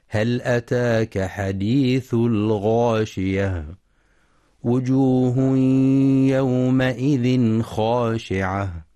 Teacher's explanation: وينتبه القارئ لإدغام التنوين في الياء بغنة في وجوه يومئذ، ولإظهار التنوين إظهارا حلقيا في يومئذ خاشعة لوقوع الخاء بعده، مع مراعاة فتح الميم في يومئذ وتفخيم الخاء في خاشعة. · ينتبه القارئ لإظهار اللام في هل، وهي لام حرف، ولترقيق الهمزة في أتاك، كما يراعى تفخيم الغين في الغاشية، والوقف على التاء المربوطة هاء ساكنة الغاشية.